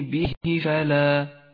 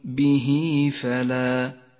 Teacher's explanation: هاء الضمير جاء قبلها حرف متحرك وبعدها حرف غير الهمزة يسمى مد الصلة الصغرى يمد حركتين · Shown in: second take